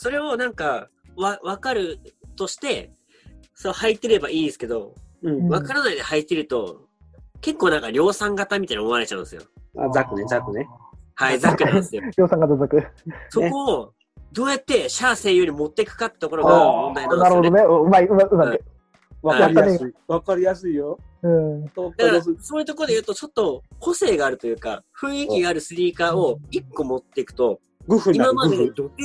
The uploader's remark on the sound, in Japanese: 4人で行ったZOOMコラボ収録